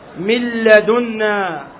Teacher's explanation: ويسمى إدغاما كاملا، الآن ذكرها أنه يسمى إدغام كامل، ومعناه أن النون الساكنة تدخل كلها في اللام أو الراء ذاتا وصفة، هذا معنى ذاتا وصفة، فتنطق بلام مشددة أو راء مشددة